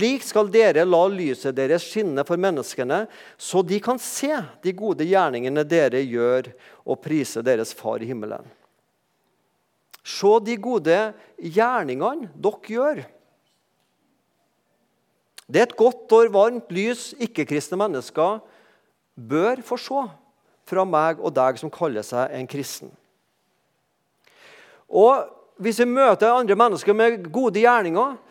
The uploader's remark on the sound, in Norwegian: talte på gudstjenestei Misjonshuset